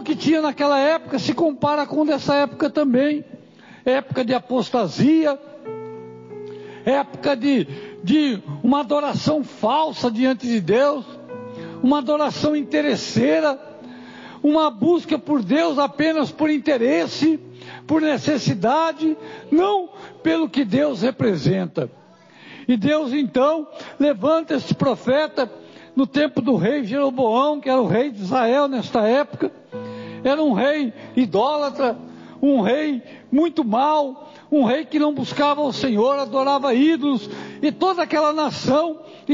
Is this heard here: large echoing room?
yes